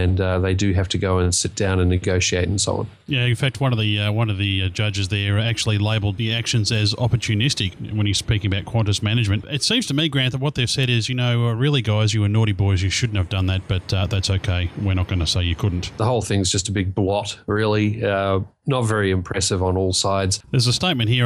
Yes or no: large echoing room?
no